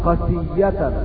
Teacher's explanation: قسية بتشديد الياء مبالغة في القسوة